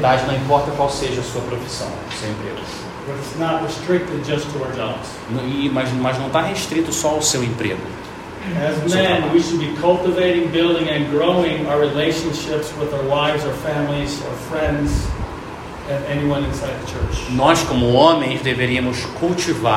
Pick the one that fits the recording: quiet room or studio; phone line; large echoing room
large echoing room